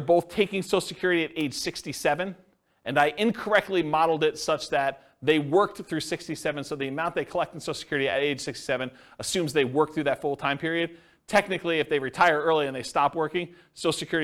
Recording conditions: live audience